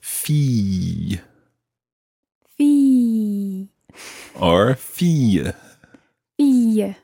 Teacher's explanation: you can decide to do a sort of y at the end or just leave it as fille. Fille.